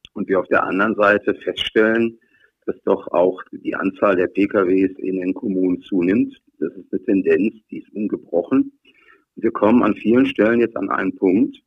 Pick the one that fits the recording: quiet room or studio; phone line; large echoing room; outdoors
phone line